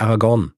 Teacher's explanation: Also die Betonung ist auf dem Gorn und nicht auf Ara.